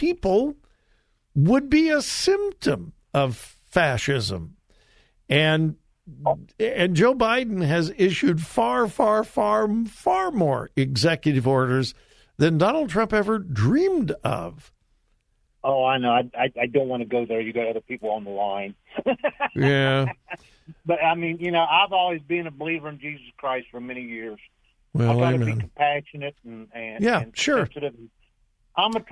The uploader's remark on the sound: Open Phone Friday